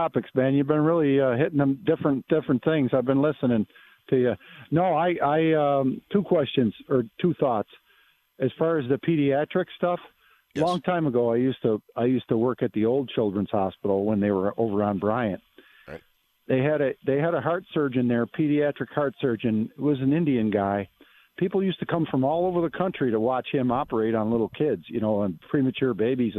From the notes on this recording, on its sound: takes your phone calls